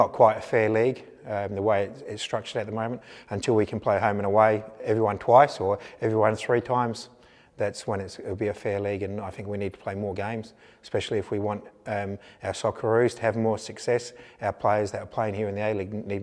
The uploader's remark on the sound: Pre-Match Press Conference